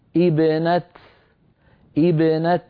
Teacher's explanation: فنكسر الهمزة عند البدء لأنها همزة وصل وقعت في اسم، ونقف بالتاء المبسوطة اتباعا للرسم.